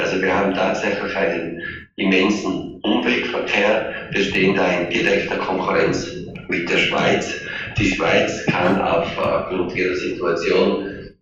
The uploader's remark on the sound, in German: Live aus Brüssel. Schlechte Tonqualität.